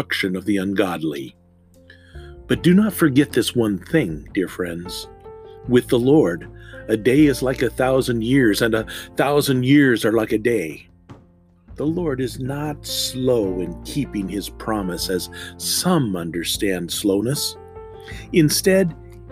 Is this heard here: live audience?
no